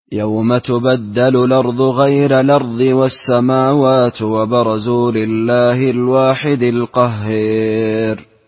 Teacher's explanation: ويرقق راء غير ويقلل لفظة النهار